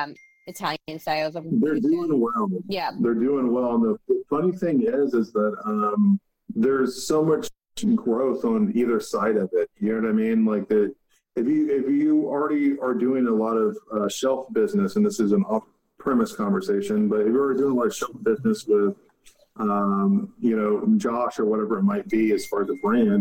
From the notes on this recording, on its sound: This is an Instalive recording. Wine2wine Business Forum 2023.